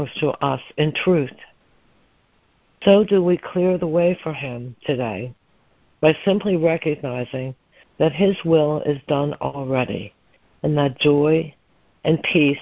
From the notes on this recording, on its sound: ACIM Daily Conference Call.